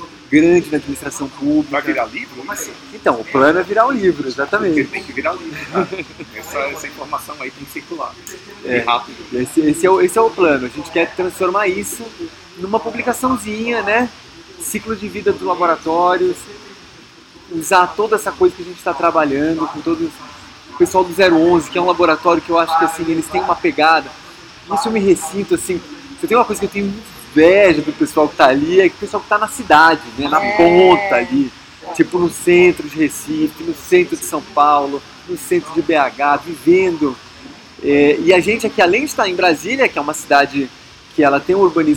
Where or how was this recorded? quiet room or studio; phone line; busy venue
busy venue